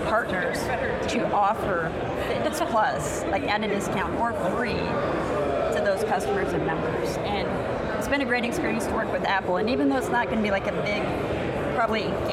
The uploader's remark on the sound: an Interview in Action live from CHIME